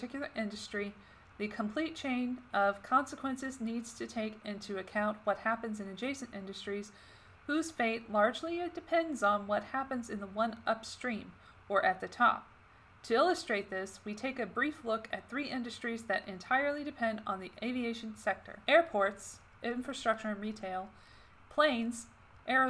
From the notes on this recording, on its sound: NOTE: The audio in this one isn't as good as past episodes because I stupidly left my air purifier on for most of it. I tried to reduce the noise but it affected the overall audio quality.